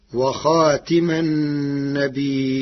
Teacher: قرأ ورش كلمة خاتم بكسر التاء